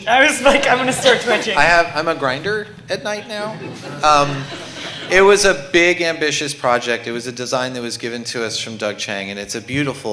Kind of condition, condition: setting, busy venue